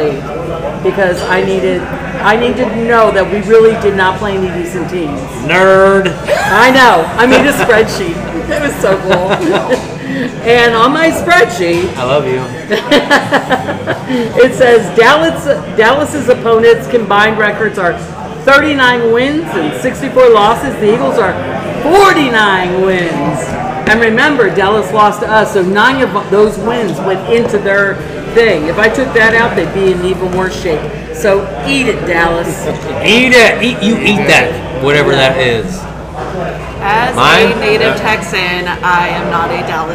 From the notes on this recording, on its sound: Neighborhood friends who get together weekly at the Neighborhood Watering hole MJ’s Grill in Columbia SC with some brews and a microphone.